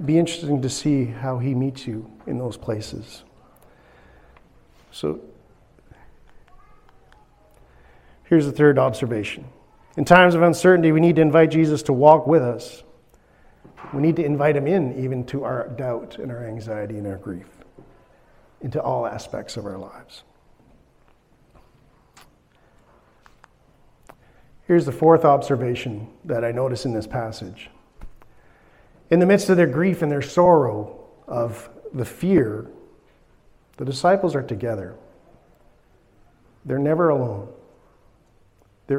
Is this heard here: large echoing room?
yes